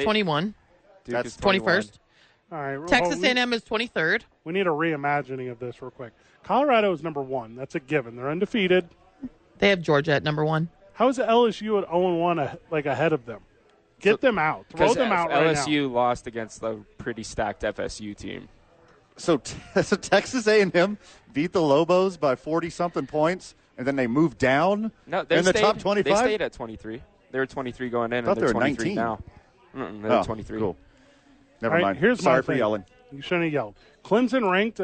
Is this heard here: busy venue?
yes